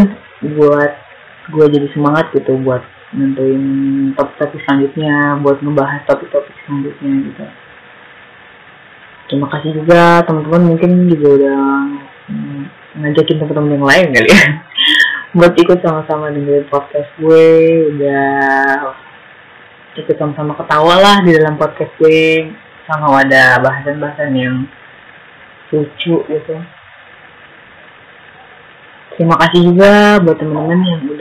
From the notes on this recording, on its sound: Sorry for noisy recording and also use your earphone for better sound.